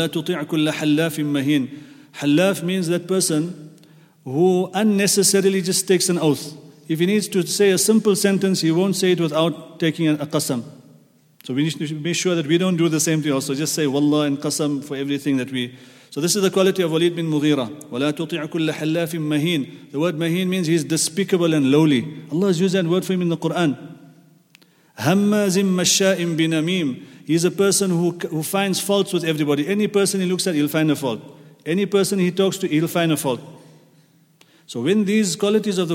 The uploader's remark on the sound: at the Houghton Masjid (West Street)